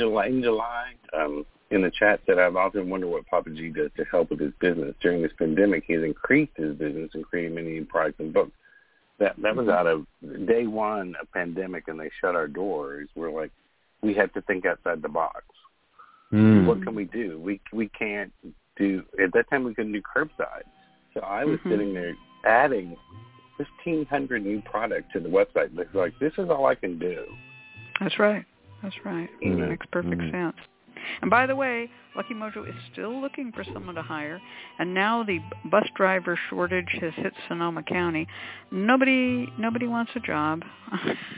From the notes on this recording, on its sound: The Lucky Mojo Hoodoo Rootwork Hour is a real, live call-in show. We begin this show with a Discussion Panel.